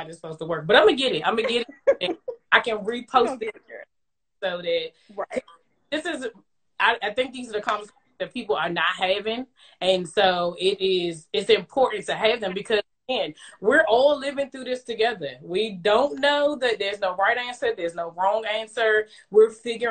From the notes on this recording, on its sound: went LIVE with me on Instagram